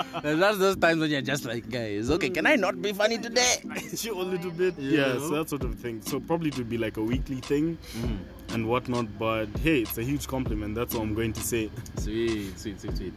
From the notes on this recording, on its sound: Apologies for the Wind in the background